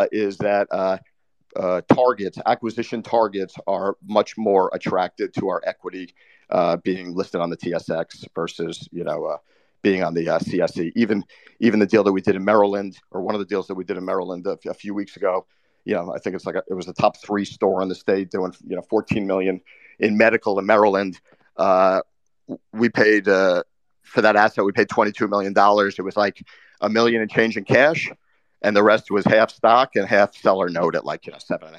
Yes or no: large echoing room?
no